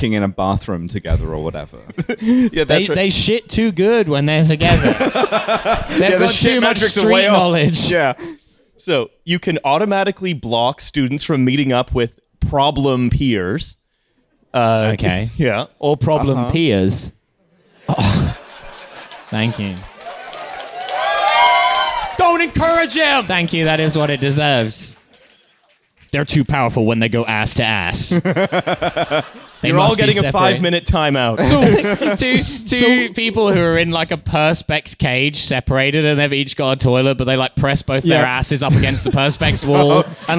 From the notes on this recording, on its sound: TF Live in London. We had a live show at Between the Bridges near Southbank Centre on a very rainy night.